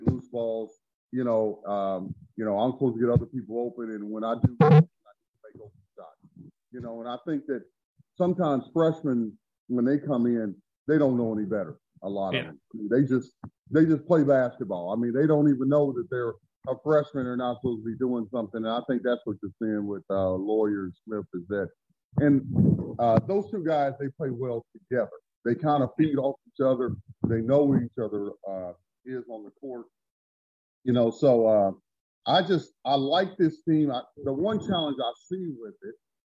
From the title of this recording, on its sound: Birthday Zoom